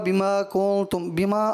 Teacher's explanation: الف مدہ جو ہے نا یہ ایک ہی الف کے برابر اس کو کھینچا جائے گا